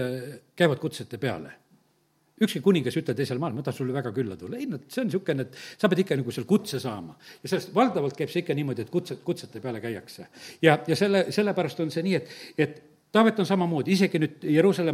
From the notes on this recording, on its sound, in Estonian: Audio salvestus koosolekult